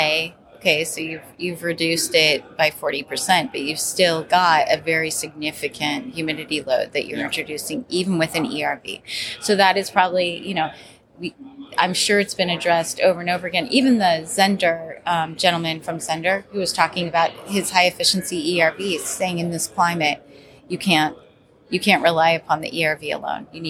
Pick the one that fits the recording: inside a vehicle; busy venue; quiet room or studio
busy venue